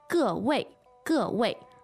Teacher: So that's two fourth tones